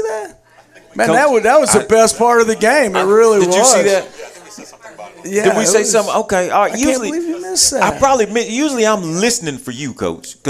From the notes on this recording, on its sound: live from Monte De Rey Mexican Restaurant in Kernersville every Tuesday night in season!